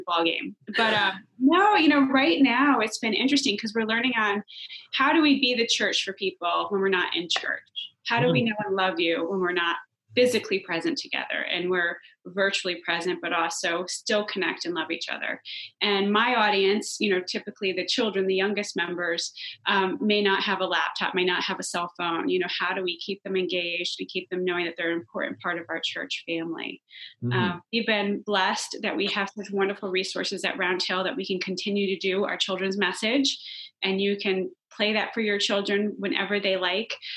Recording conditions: video call